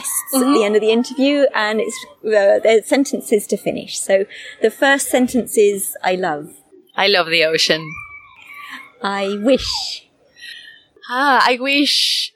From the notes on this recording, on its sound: Now what makes this episode even more special is that it was recorded outside in real life with one of the most inspiring people I've had the chance to meet.